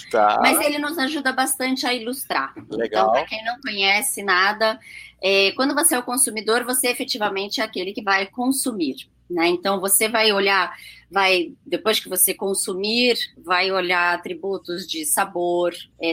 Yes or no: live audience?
no